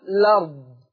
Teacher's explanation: يعني هحذف الهمزة وأبدأ بحرف اللام مباشرة